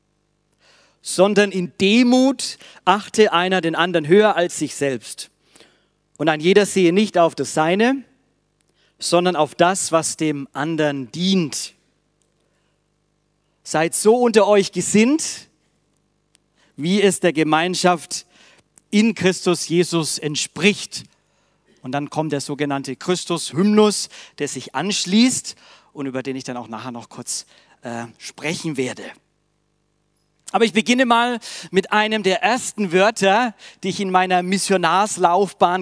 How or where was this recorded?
large echoing room